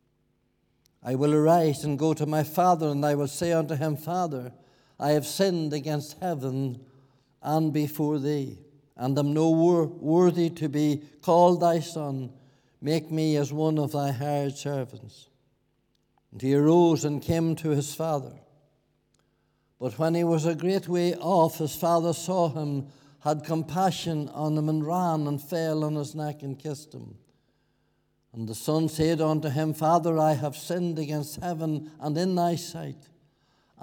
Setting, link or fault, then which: setting, large echoing room